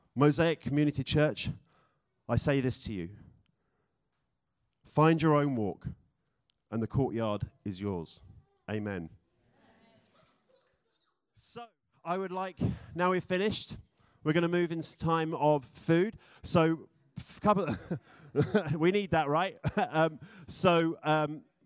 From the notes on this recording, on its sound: This service was recorded in its entirety for those who could not attend.